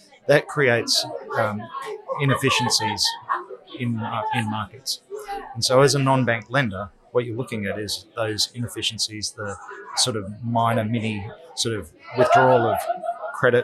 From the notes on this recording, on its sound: In this LIVE podcast recording from ASA Sydney. We apologise for the background noise, this was filmed live on location.